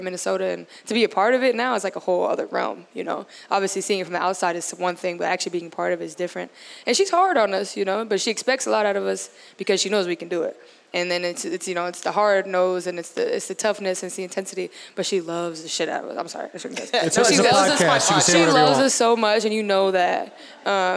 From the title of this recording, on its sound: Live from Pizza Luce